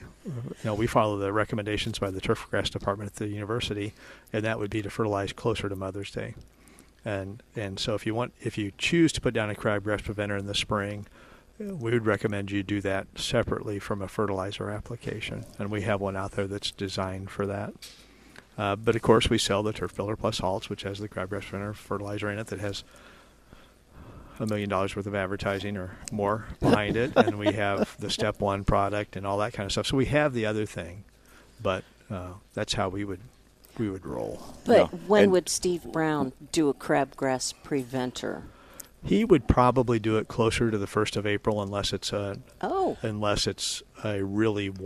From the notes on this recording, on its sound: Plant Experts Live from Prairie Gardens.